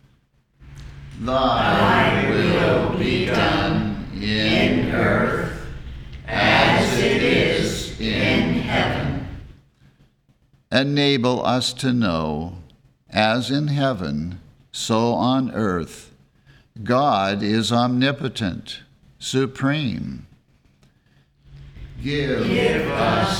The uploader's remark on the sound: The Sunday service audio